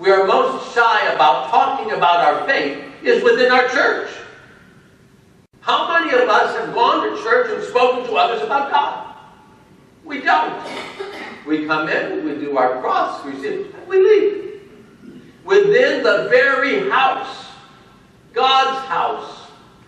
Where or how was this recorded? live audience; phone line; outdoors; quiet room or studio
live audience